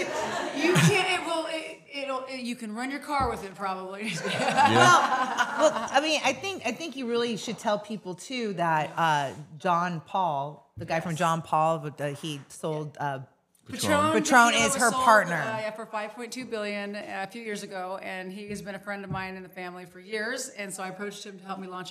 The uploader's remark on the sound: Taped in front of a LIVE AUDIENCE at TBD STUDIOS in Laguna Beach, California.